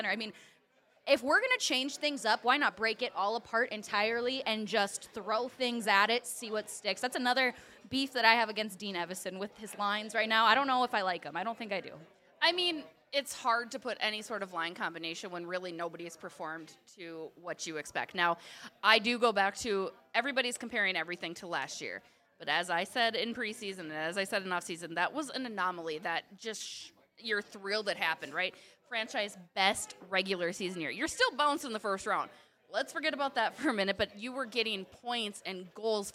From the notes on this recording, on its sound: Live from Ziggy’s on Main. Hit Stillwater for this week’s episode and this month’s Beauts Live, presented by Grain Belt.